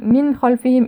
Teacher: إظهار النون الساكنة عند حرف الخاء